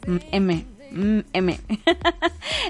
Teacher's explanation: Y la M tiene algo muy especial desde el punto de vista fonético. Es un sonido bilabial nasal, lo que significa que se produce cerrando los labios y dejando salir el aire por la nariz.